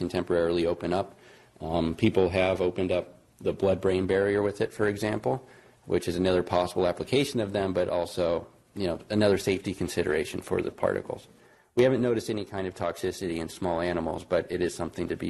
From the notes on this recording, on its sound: Norris Cotton Cancer Center Grand Rounds presented on October 10, 2017